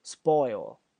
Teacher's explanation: s 后面加一个 p，要读成它浊辅音，读成 b